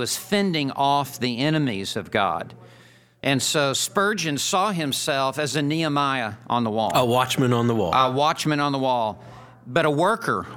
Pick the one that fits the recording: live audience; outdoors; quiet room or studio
live audience